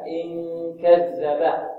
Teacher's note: والذال هذه تخرج من طرف اللسان مع طرف الثنايا العليا، طرف اللسان مع طرف الثنايا العليا، أختاها الضاء والثاء.